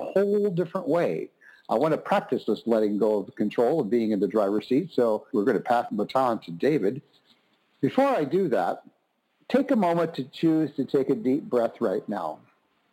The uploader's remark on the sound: On Monday's we're BLOWING UP Soul University's Pay Me What I'm Worth conference-call based classes.